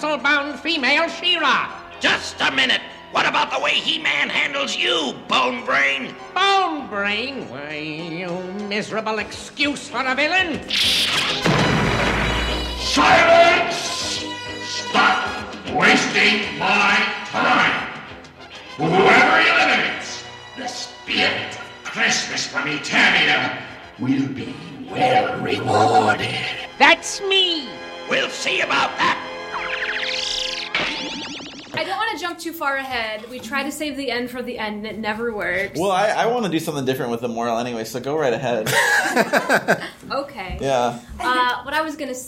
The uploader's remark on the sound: Recorded live at the Cards Against Humanity Theater, and we also had punch & pie, so it’s a little looser than normal.